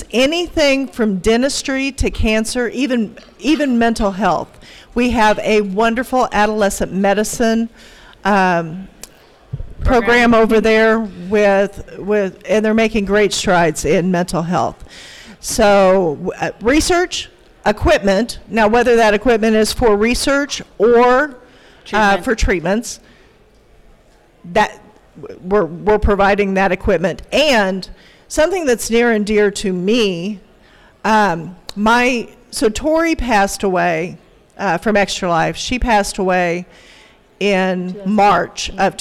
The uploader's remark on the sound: the Gaming for Good panel that I participating in at MiracleCon 2022 in Oklahoma City